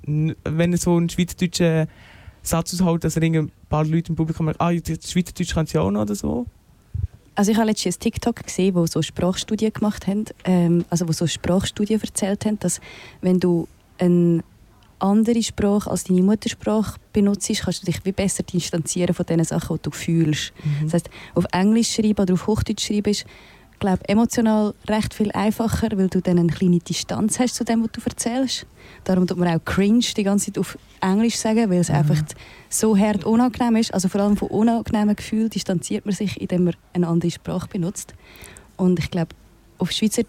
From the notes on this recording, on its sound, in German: Live vom kleinLaut Festival in Riniken. KleinLaut Festival Riniken. Live vom kleinLaut Festival in Riniken.